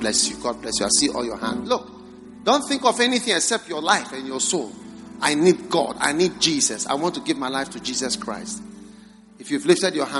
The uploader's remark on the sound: Preached at the First Love Center, Accra.